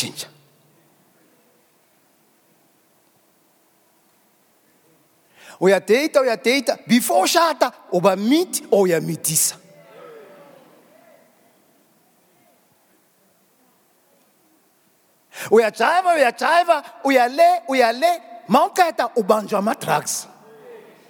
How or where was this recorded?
large echoing room